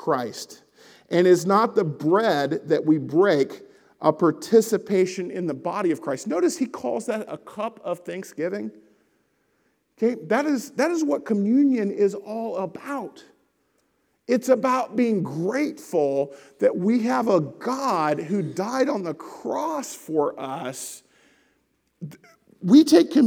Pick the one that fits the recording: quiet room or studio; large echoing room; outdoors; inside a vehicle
large echoing room